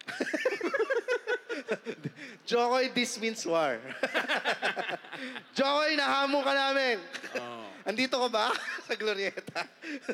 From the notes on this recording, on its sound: Hear For It! LIVE Recording. Kasi first time magkaroon ng podcast festival dito sa Pinas - Hear For It!